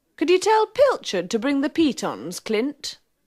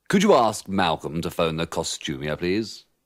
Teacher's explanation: remember to pronounce could with the schwa